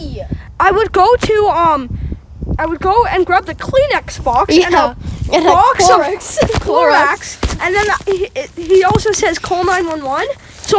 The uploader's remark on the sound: We went outside again!